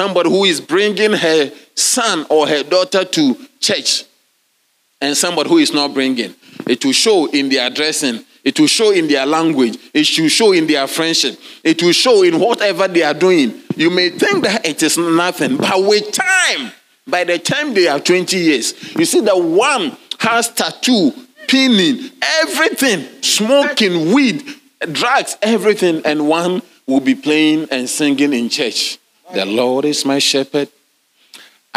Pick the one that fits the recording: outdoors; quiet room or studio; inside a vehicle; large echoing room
large echoing room